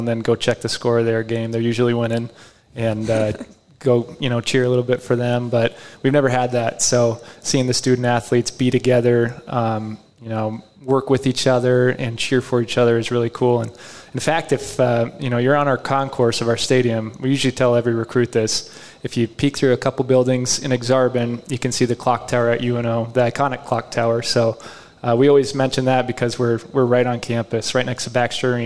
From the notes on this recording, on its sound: Omaha Baseball: Live Show Edition. Hosted the Omaha Baseball team live at Hail Varsity club.